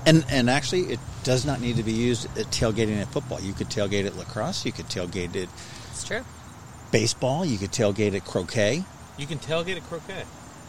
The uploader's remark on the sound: When you are tired of Zoom podcasts and the weather is beautiful and there is a big picnic table outside--you get together in PERSON and record a beercast!